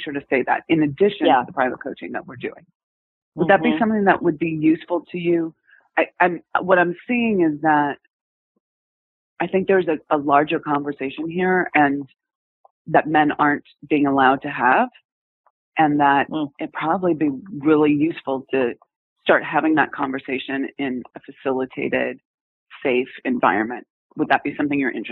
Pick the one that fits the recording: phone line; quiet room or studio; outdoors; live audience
phone line